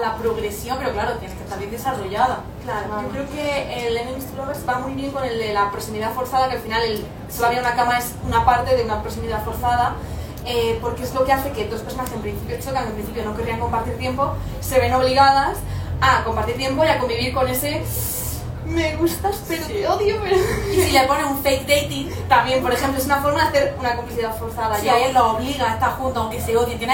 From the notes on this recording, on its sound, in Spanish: Parte del equipo de Literatura juvenil para escritores viaja hasta Sevilla para hacer un pódcast en directo. Andalucía Reader Con 2023.